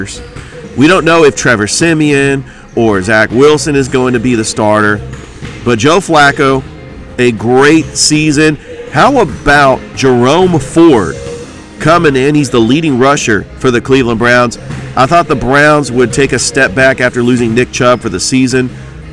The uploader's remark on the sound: Live from the Border Wars on the campus of Glenwood